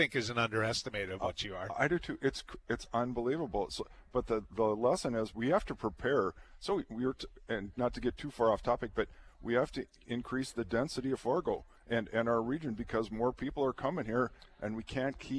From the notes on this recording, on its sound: Is broadcasting live from the 41st Annual Red River Basin Land & Water International Summit Conference with the Red River Basin Commission.